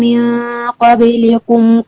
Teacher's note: وطبعا الغنة مفخمة نظرا لوجود حرف ايه، القاف · Term: اخفاء